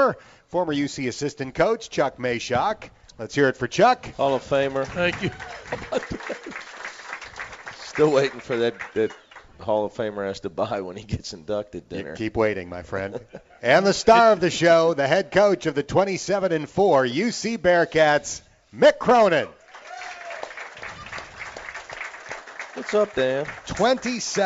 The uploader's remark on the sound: live from the original Montgomery Inn